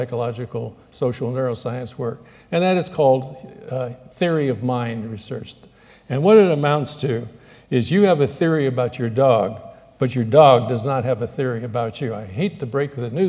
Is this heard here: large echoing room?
yes